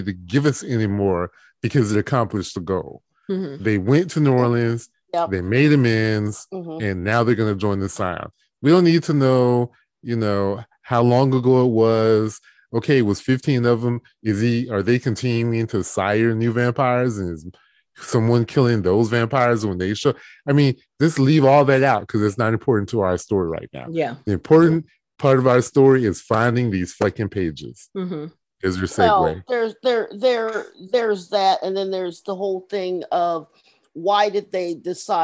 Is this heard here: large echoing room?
no